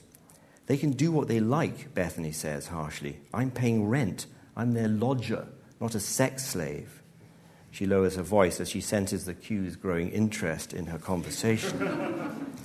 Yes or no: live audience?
yes